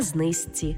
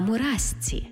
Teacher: Пишемо «жці», а вимовляємо «зці»